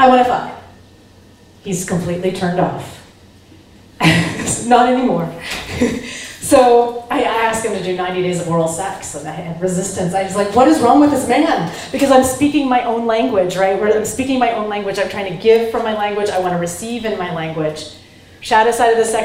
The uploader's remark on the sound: Recorded in front of a live studio audience. At the Bulletproof Coffee Shop in Downtown LA at the 5th Annual Bulletproof Biohackers Conference Kickoff party.